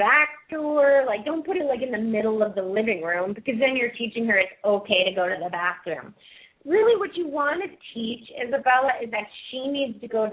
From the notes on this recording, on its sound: Open up the lines for listeners to call.